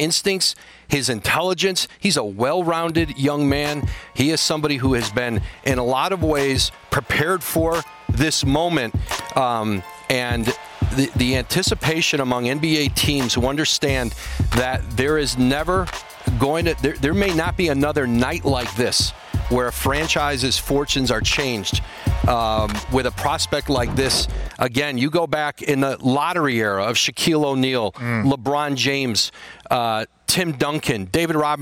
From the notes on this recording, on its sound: Live from the NBA Draft Lottery.